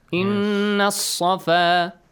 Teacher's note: لام also will be skipped. Why? Because صاد is a sun letter. · There is a tashdeed on the top of Saad, which makes it easier for you to understand that you have to join Inna Noon with Saad. Skip Hamzat al-Wasl plus and Lam.